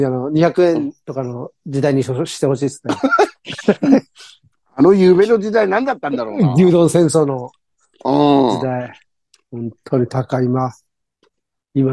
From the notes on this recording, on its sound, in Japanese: ZOOMで収録